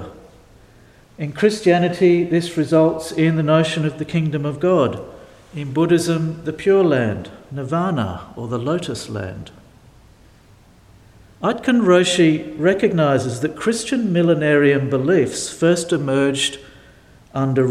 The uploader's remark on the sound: delivered at St Paul's in Beaconsfield